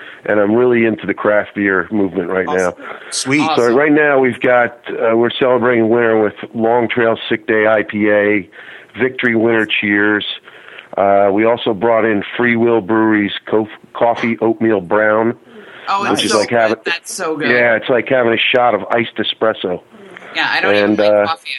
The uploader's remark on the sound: We also had 2 awesome guests call in; Backward Flag Brewing out of Ocean Twp. NJ and Huey's Knight Club out of East Brunswick NJ. From Jersey Artisan Distilling live, in studio, to join in the debauchery.